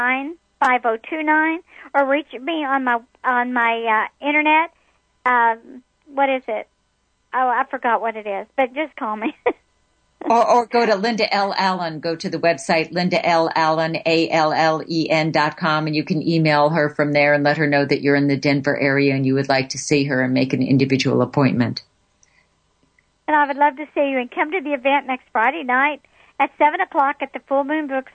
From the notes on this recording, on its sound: Opening the phone lines to take your questions about your life purpose, relationships, career opportunities and every.